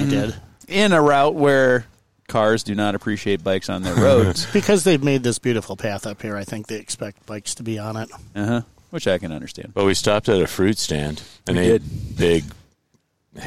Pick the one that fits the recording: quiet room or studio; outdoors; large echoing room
outdoors